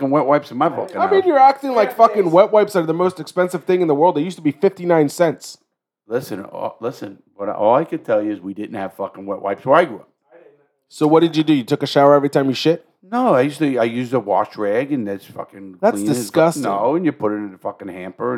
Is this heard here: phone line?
no